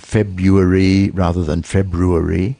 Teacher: So it's part of a recognized simplification in English where a stressed syllable is so strong and that the one next door to it is weakened and then just falls out